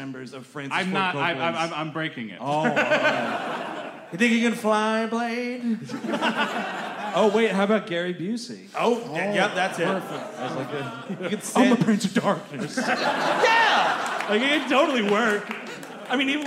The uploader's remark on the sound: Live at the Brooklyn Podcast Festival! Recorded live at The Bell House in Brooklyn, New York.